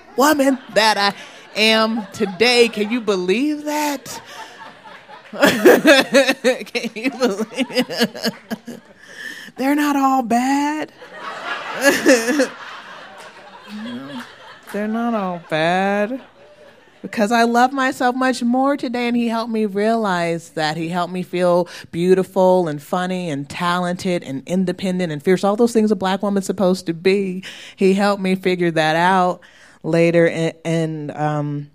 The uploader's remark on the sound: Was recorded live at our fifth anniversary show on March 18, 2015.